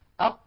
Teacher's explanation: انغلاق المخرج وانقفاله انقفالا تاما يحجز خلفه كمية من الهواء تشكل إزعاجا للناطق.